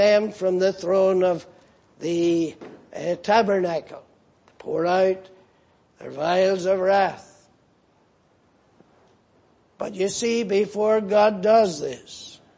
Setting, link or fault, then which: setting, large echoing room